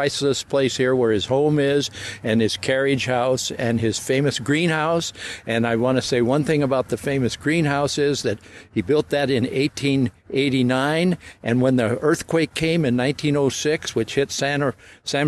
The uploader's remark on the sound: During our visit to the Luther Burbank Home and Garden. My method of operation for conducting many of these “on the road” garden interviews is fairly haphazard: driving to a destination, I’ll see something interesting along the way. I’ll pull over, get out my microphone and recorder, and grab the first person who knows something about wherever I am - and is willing to talk - and I then turn on the recorder.